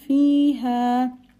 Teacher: ha is from the bottom of the throat